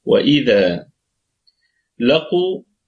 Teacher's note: وإذا الواو حرف عطف مبني على الفتح، إذا الهمزة محققة في البدء والوسط، والذال مفتوحة اتصلت فتحتها بالألف فأصبح فيها مد طبيعي وقفا ووصلا، يعني نقف على الكلمة بالمد الطبيعي، والكلمة كلها مرققة. وإذا لقوا، القاف في ثالث درجات التفخيم، في الدرجة الثالثة من درجات التفخيم، وفيها قلقلة نسبية لأنها متحركة، وأيضا اتصلت ضمة القاف بالواو فأصبحت بالواو الساكنة فأصبحت واوا مادية، ففيها مد طبيعي وقفا محذوف وصلا للتخلص من التقاء الساكنين.